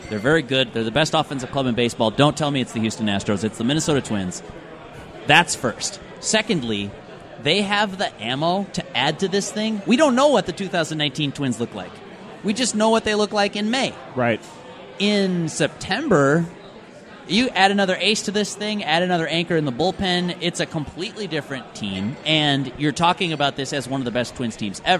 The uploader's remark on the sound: Live at Fulton. It's a live taping of The SKOR North Twins Show at Fulton Brewery in Minneapolis!